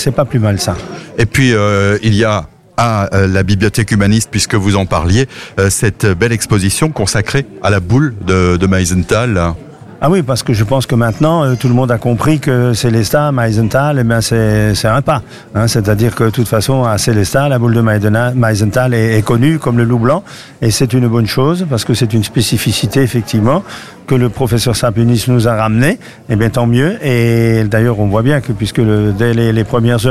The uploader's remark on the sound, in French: En direct depuis le caveau saint-Barbe à Sélestat.